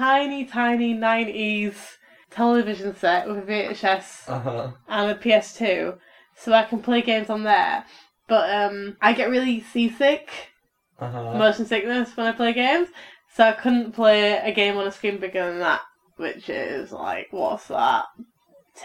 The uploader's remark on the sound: audio is kind of sucky